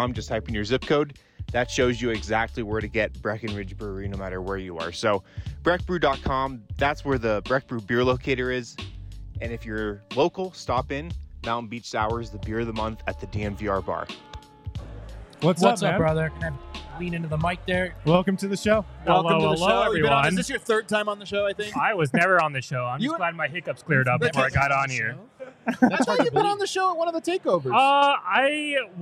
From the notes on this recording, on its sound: Live from the DNVR Bar. Audience Q&A.